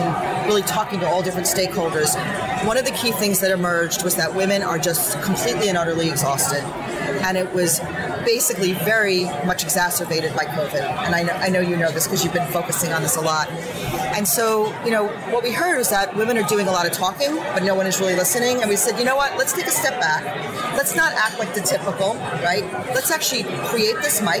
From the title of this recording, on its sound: Live at Pharma USA